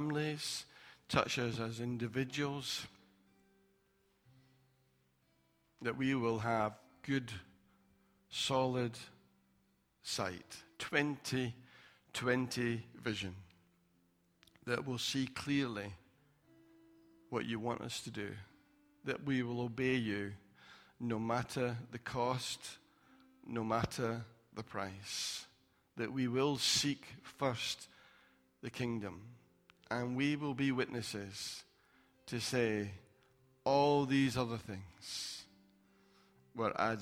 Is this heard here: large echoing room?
yes